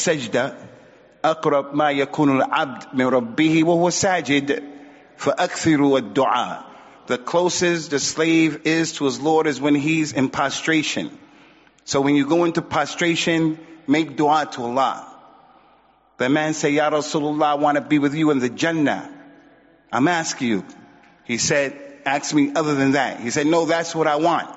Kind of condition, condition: setting, large echoing room